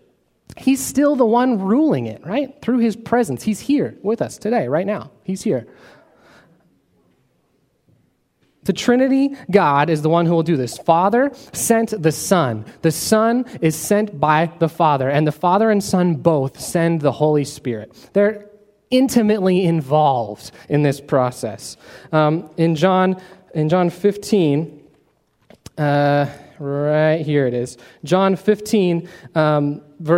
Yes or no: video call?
no